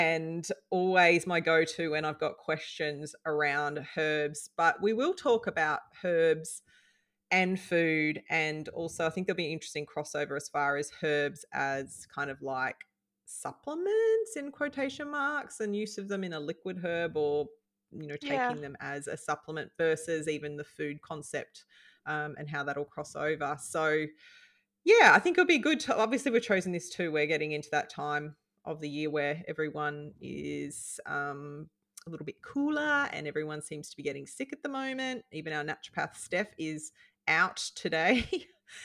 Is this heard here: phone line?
no